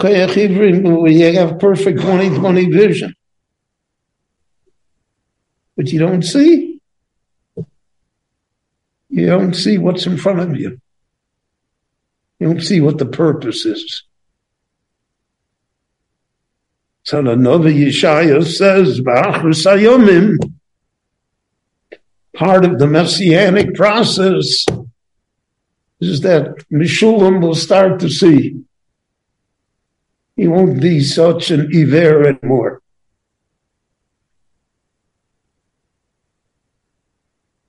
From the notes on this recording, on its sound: The following lecture was given LIVE at Beit Knesset HaNassi in Jerusalem between the Mincha and Maariv prayers.